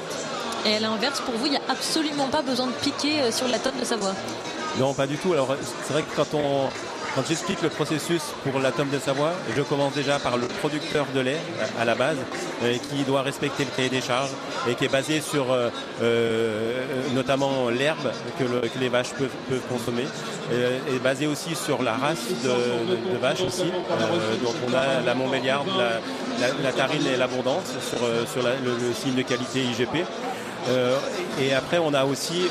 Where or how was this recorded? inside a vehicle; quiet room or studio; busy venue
busy venue